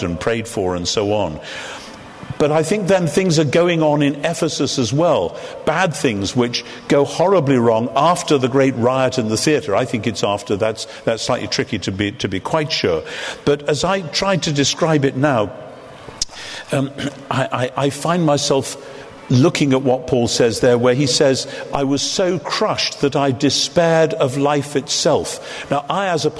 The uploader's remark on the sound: In front of an audience at Westminster Central Hall, London. The lecture was part of an event by SPCK.